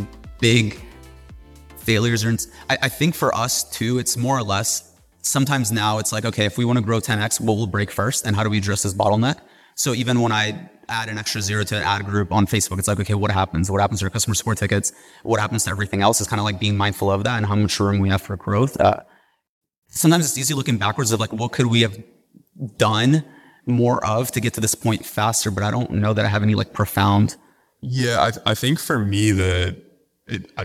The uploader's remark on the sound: Live from Marketingland. Live recording from Marketingland 2023.